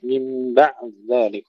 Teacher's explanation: نسكن العين ثم نشدد الزال مع حذف الدال، إدغام الدال في الزال